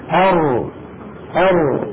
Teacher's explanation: الراء أيضا من طرف اللسان لكن ما تقرع نفس المنطقة من غار الحنك التي قرعها طرف اللسان لما خرجت النون، تقرع إلى الداخل قليلا واللسان يأخذ شكلا متقهرا أر أر، ويبقى من هنا في الوسط هنا يبقى فجرة بسيطة ليمر منها جزء الصوت الذي بمروره تتحقق صفة البينية بين الرخاوة والشدة في حرف الراء.